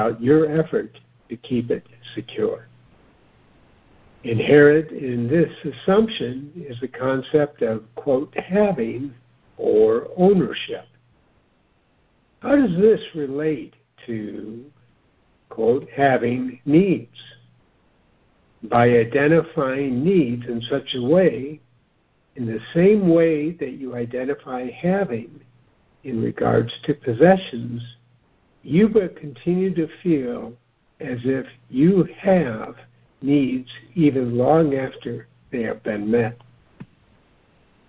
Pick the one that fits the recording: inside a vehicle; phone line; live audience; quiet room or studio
phone line